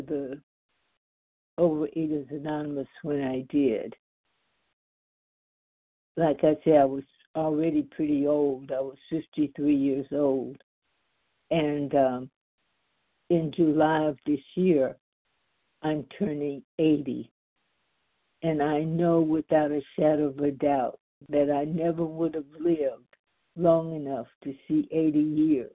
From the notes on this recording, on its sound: the 100 Pounders Phone Meeting